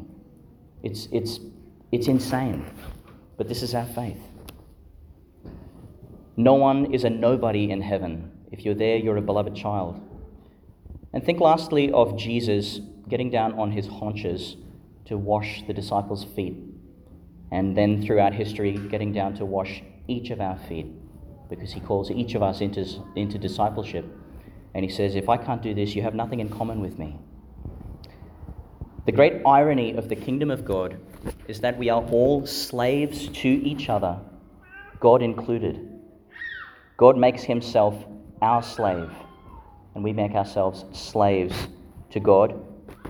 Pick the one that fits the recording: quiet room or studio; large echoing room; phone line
large echoing room